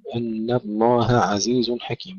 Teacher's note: نفصل الهاء عن العين، وهذا شأن أحرف الحلقة، عندما تتجاور يجب أن نفصل بعضها عن بعض بشكل واضح.